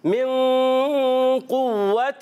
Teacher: یہاں من میں یہاں غنہ ہوگا، اخفا کا غنہ کریں گے